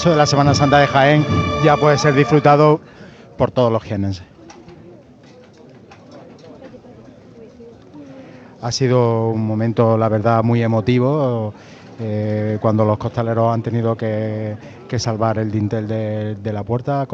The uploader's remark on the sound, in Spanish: Retransmisión en directo del Domingo de Ramos en Jaén en el año 2023. Procesión de la Hermandad de Salud y Paz (Borriquilla) desde su salida hasta el paso por carrera oficial.